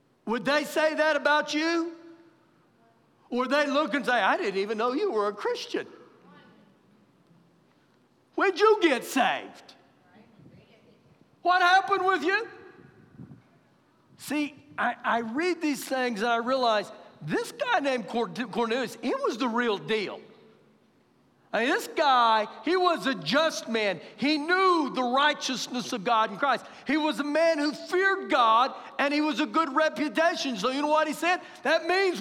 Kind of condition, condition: setting, large echoing room